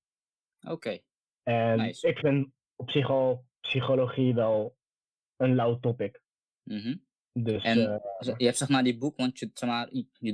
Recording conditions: video call